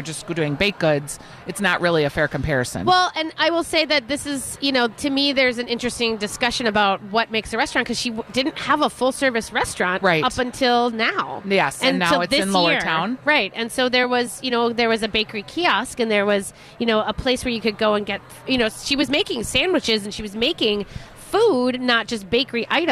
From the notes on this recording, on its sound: Live at Fit Fest!